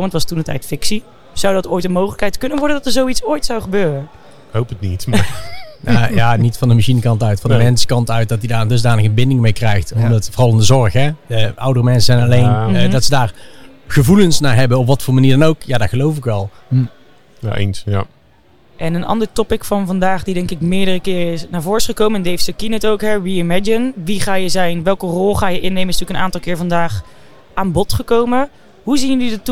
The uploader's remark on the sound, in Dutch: Live vanaf ESET Inspire!